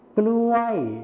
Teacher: ในภาษาไทยมาตรฐานนะครับจะใช้พยัญชนะต้นควบนั่นเองส่วนในภาษาถิ่นอีสานจะไม่ใช้พยัญชนะต้นควบนั่นเองครับ